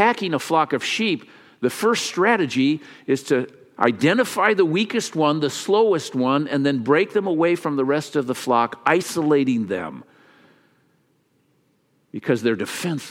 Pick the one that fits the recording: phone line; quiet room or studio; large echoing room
large echoing room